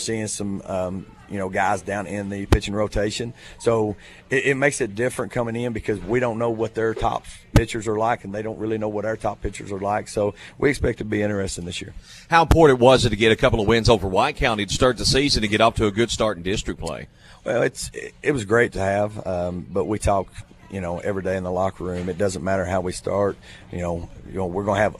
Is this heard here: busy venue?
yes